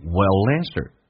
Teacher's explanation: Will 跟 answer 可以有连音，用 L 连音， L 发两遍